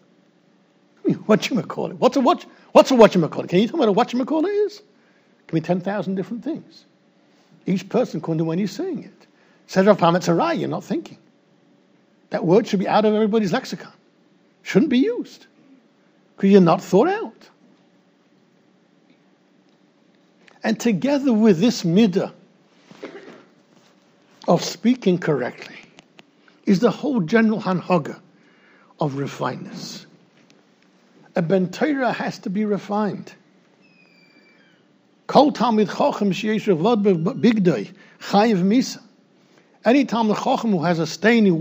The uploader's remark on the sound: recorded in Yeshivas Ohr Reuven, Monsey NY